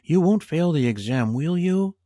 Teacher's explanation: Notice how my intonation comes up.